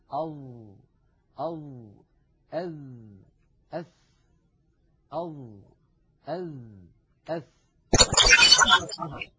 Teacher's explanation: تخرج يا إخوة من منتهى طرف اللسان مع أطراف الثنايا العليا، نضع طرف لساننا على طرف أسناننا العليا، هذان الثنيتان اللتان في مقدمة الفم.